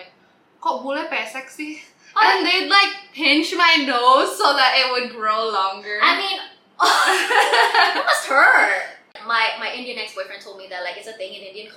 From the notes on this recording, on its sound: the audio for this episode, is ALSO as bad as the last episode